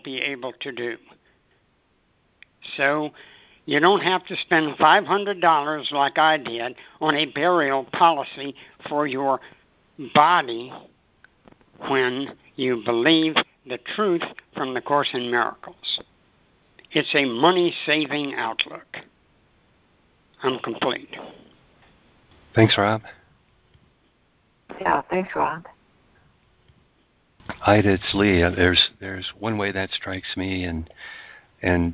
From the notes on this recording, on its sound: ACIM Daily Conference Call